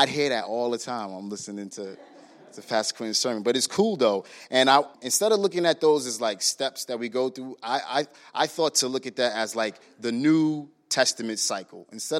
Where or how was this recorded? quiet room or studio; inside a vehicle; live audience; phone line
live audience